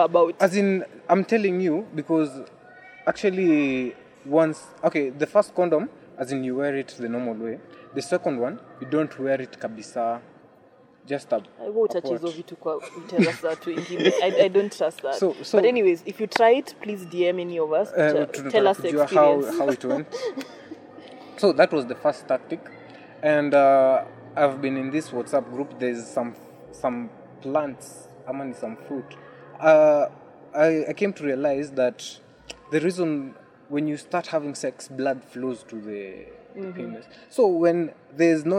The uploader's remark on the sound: Sorry for the wind we tried to manage it this was the best we got out of it.